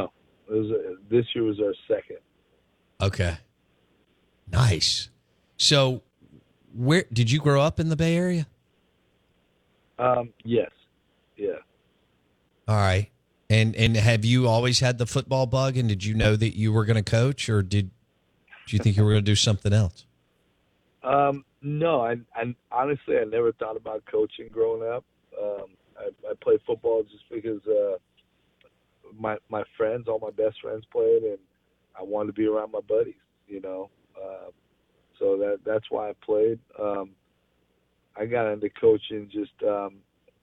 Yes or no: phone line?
yes